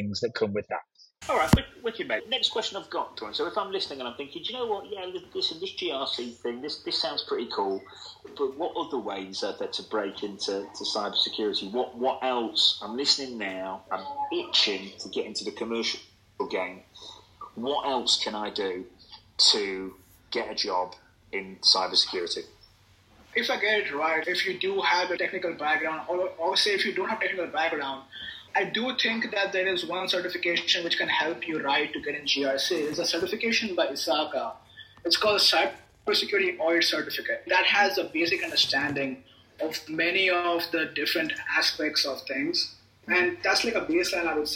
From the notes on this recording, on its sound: We did this on a Linkedin Live so the recording quality not so good